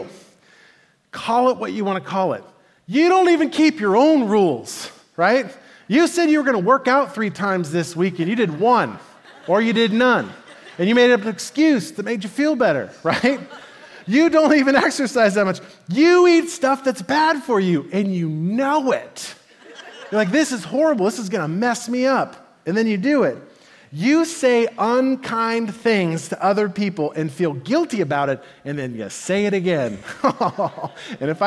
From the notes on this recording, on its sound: Message delivered at the Benicia Campus.